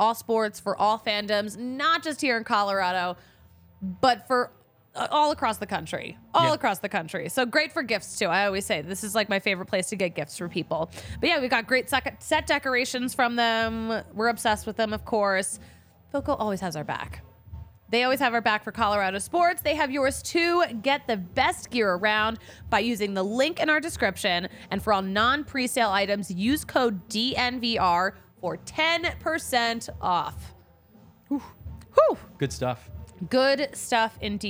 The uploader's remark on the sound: recorded LIVE from the DNVR studios and Colfax & York!